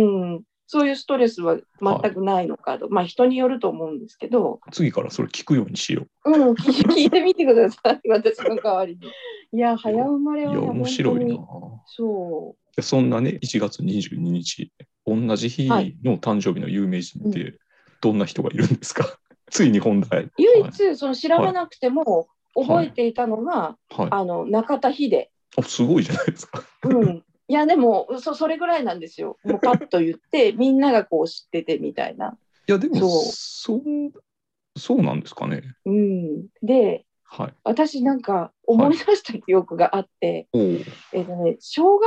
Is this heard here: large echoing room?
no